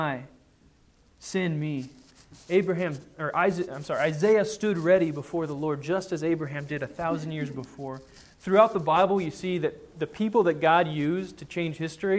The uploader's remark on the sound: Sermon preached on Sunday, January 3, 2010 at the Church of the Good Shepherd in Glendora.